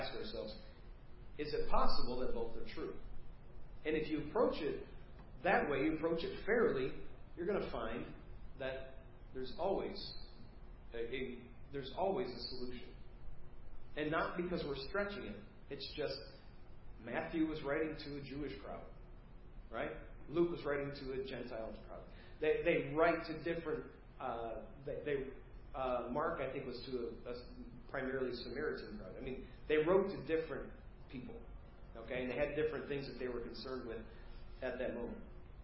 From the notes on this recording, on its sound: preached Wednesday 8/2/2023 at First Baptist Church of Hazel Park